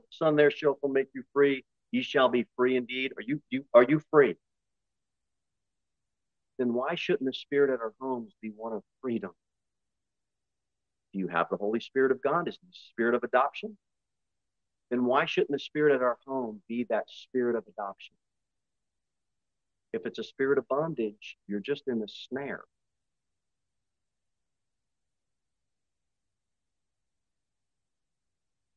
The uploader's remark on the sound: Sermon delivered at Pilgrim Baptist Church on Sunday, March 26, 2023, at 2:15 pm.